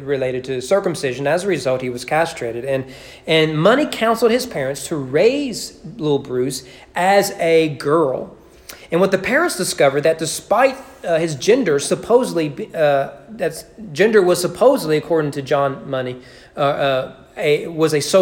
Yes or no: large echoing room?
yes